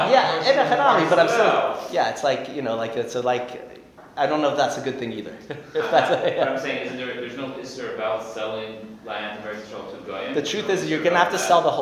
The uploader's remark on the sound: Recorded live at The Torah Center ATL on October 29, 2023